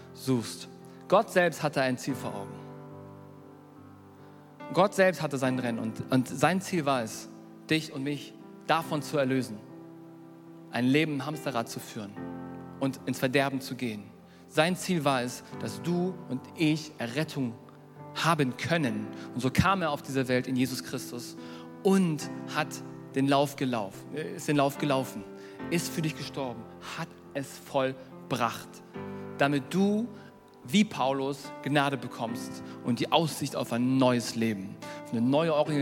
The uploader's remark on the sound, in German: Predigt der hoop Kirche.